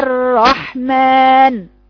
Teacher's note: حرف الراء لو كان شديد كنت قلت كده الرحمن، لكن هو مش شديد هو بيجري، هو بيجري طب بالتوسط يعني يبقى الرحمن.